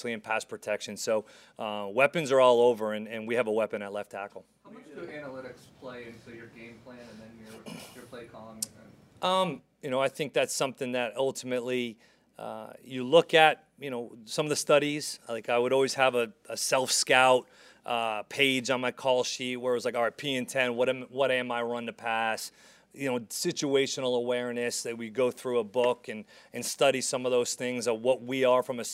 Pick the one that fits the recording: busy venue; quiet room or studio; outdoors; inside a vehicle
busy venue